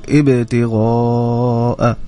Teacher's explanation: الباء هنا يعني ساكنة، والباء الساكنة حكمها القلقلة